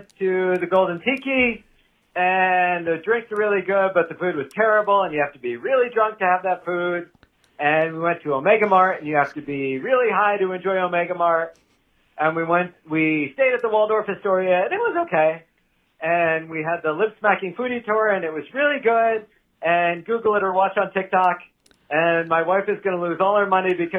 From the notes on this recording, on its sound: Listener calls